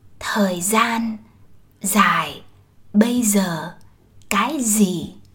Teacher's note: So in the South, D and G-I are pronounced as Y. While in the North, these two sounds are pronounced as Z.